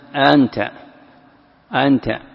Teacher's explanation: يعني الأولى همزة تظهرها والثانية تقلبها ألفا · Term: إبدال